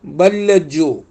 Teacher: ബല്ലിൻ്റെ ലാമും ലജ്ജുവിൻ്റെ ലാമും രണ്ടും കൂടെ ചേർത്ത് ബല്ലജ്ജു എന്നിടത്ത് ഒരു ദിത്വമുള്ള ലാമ് വരും